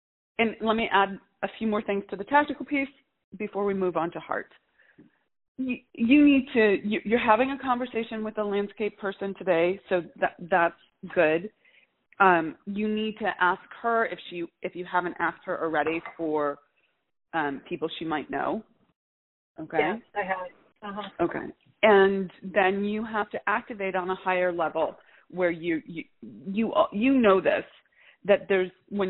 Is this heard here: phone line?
yes